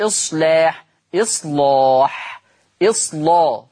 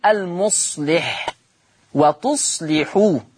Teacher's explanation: اللام المفتوحة لما يجي قبلها صاد ساكنة ومسبوقة بصاد ساكنة حكم اللام التغليظ قولا واحدا · Shown in: first take · يعني أسمع مش إصلاح، إصلاح، إصلا، لا مغلظة، لاح.